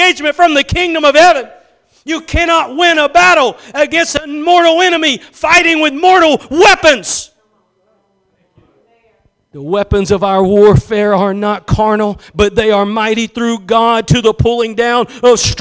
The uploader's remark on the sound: Preached at Gospel Lighthouse in Bossier City, La.